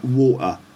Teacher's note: the T sound isn't really pronounced like a T sound. Instead, it gets pronounced with a kind of glottal stop